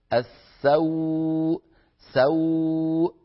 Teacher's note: بعد أن ينتهي زمن السين المفتوحة يبدأ زمن الواو، بخلاف لو قلنا سوء، سوء، يبدأ الضم من فتحة السين. · Term: الواو اللينية